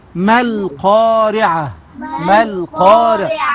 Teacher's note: يسقط الحرف المد، نخرج من الماء إلى اللام